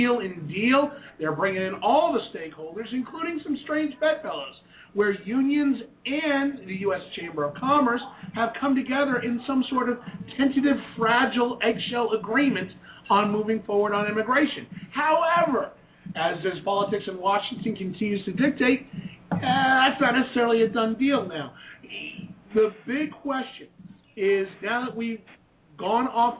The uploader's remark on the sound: Broadcasting LIVE from Shelly's Back Room in WASHINGTON, DC